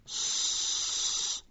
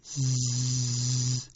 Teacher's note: این صفت اختصاصاً ویژه این سه حرف می باشد. آنچه که از صاد و سین و زا شنیده می شود، نوع صدا دارای حالت صفیر هست